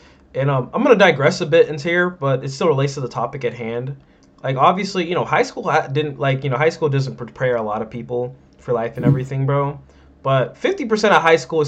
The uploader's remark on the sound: This audio in this podcast was pretty messed up